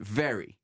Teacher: Un anglais british normal, il va le prononcer « very ». Un truc qui vient un petit peu du fond de la bouche.